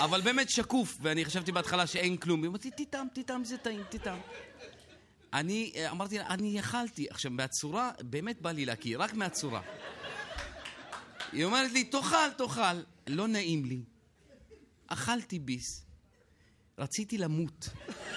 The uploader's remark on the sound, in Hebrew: הרפתקה מחוץ לאולפן באולם הקאמרי 4. התכנית הוקלטה מול קהל של כ-200 ממאזיני "ציפורי לילה עושות עניין".